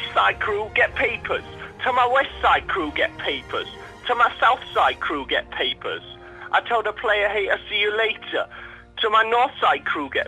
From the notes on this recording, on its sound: Enjoy the phone conversation.